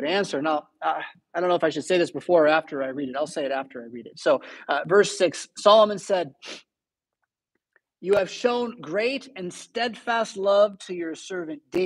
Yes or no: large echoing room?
yes